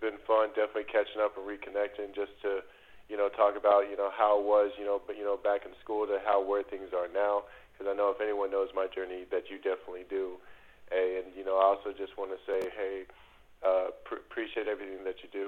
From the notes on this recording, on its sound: Radio Interview. LIVE on the Back In Action Hotline.